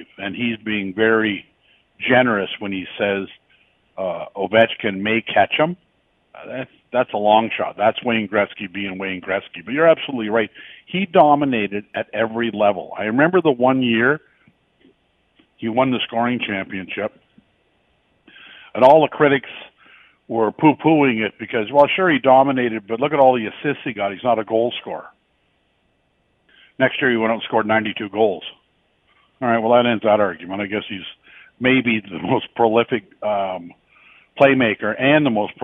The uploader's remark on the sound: opens the phone lines to find out yours